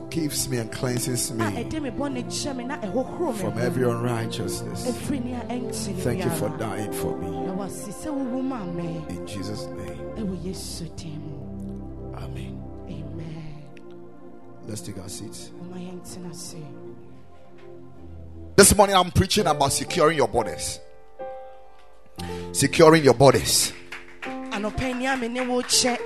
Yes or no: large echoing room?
yes